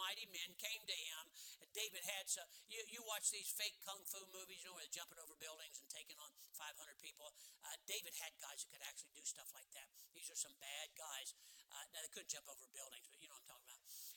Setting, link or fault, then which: setting, large echoing room